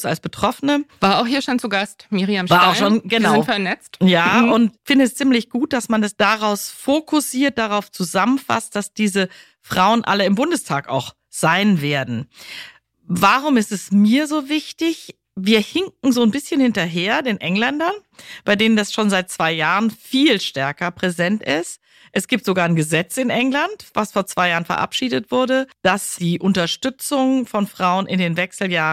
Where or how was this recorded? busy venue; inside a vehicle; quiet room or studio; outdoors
quiet room or studio